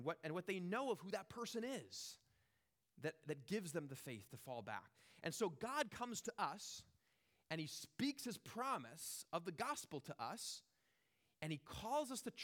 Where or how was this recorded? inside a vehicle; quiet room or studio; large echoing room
large echoing room